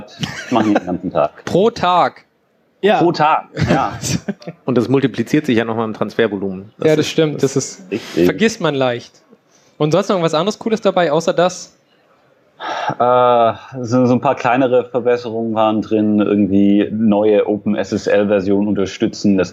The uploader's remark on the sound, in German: Binärgewitter Live (33c3-sendezentrum)